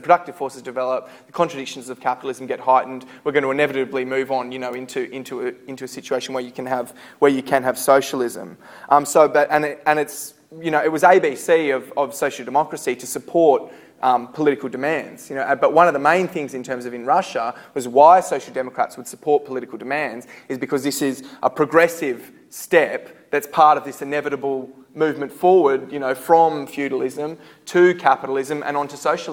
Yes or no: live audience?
yes